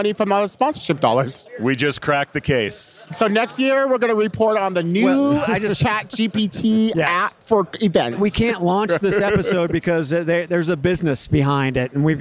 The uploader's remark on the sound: Live from UNLEASH America in the Workhuman booth